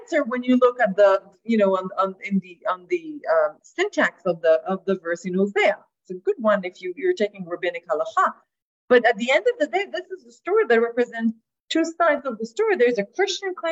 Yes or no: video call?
yes